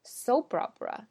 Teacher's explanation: soapopera，它的重音在前面，因为它是一个复合名词